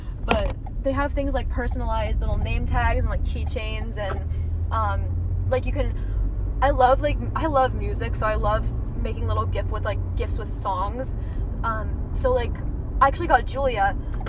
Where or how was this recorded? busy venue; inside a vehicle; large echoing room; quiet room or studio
inside a vehicle